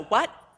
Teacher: So it's sa what, and that's a high tone